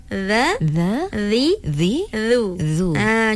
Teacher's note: Di antara kacip gigi atas dan gigi bawah.